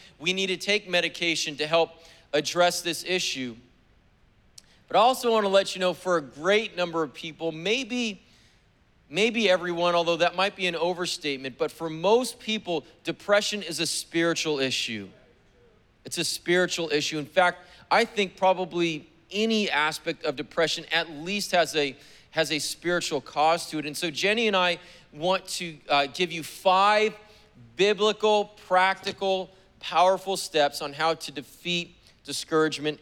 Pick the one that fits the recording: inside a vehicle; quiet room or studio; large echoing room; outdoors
large echoing room